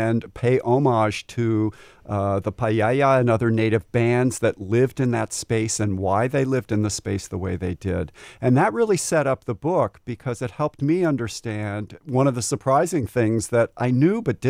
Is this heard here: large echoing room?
no